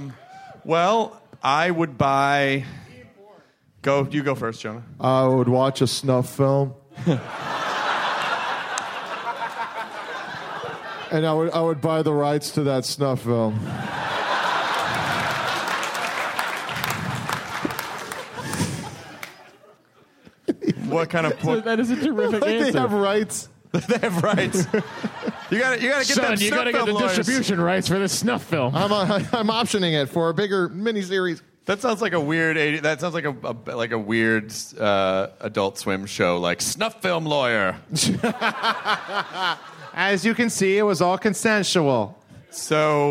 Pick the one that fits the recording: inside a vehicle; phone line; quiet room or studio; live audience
live audience